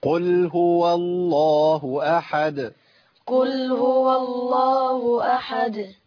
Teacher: يا ده انا جبت الدال بس ما قلقلتش. بيان الدال مهم جدا بالقلقله · Term: الدال مقلقله